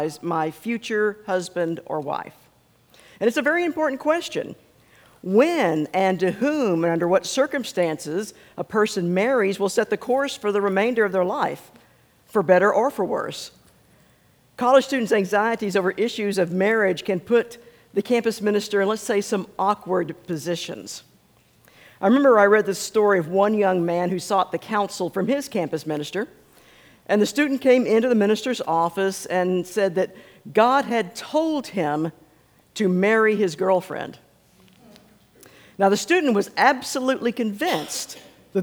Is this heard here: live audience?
yes